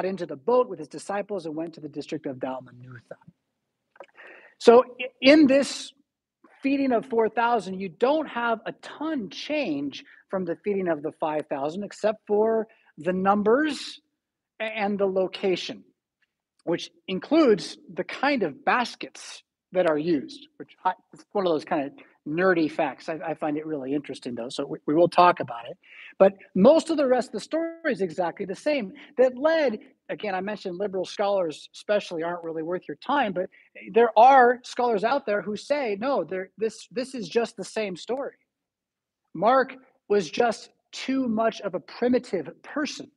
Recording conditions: large echoing room